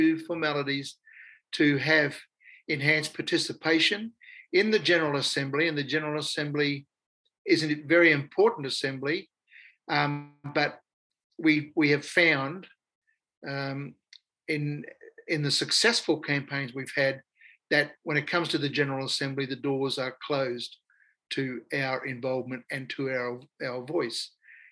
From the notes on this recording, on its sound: Today’s episode is a recording of the virtual dialogue of the Indigenous Coordinating Body